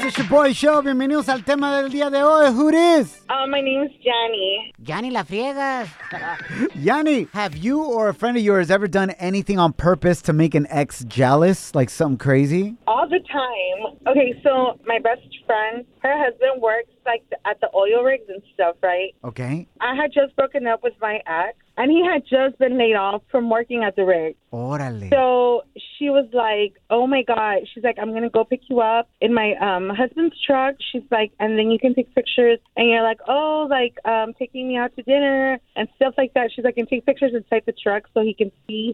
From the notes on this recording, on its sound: We opened up the phone lines and asked our listeners the craziest thing they've done to get their exes jealous!